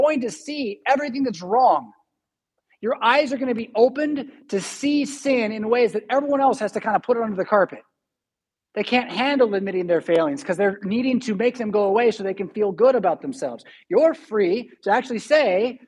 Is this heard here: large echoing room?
yes